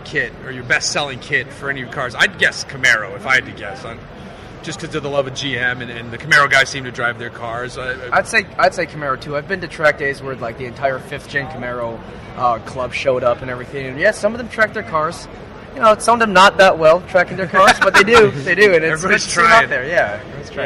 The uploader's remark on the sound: We're live from the SEMA show floor